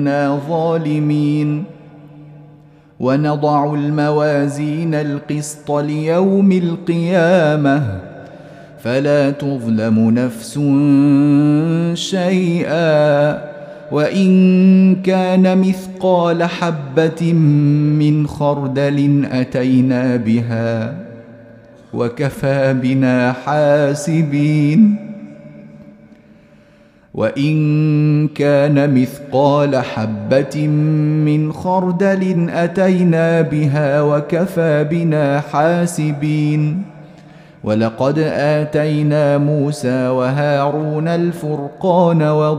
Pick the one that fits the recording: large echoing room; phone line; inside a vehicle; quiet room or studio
large echoing room